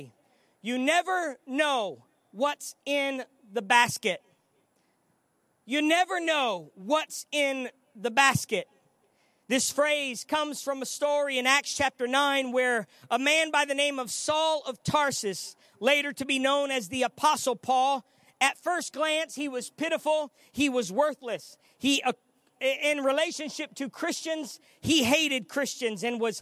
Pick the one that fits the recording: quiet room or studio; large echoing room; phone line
large echoing room